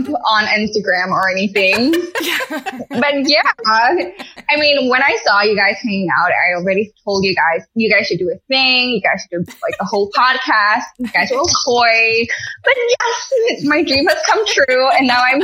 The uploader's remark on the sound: Apologies for the audio quality on this one!